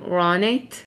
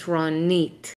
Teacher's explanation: in Israel, the emphasis is on the nit. · Shown in: second take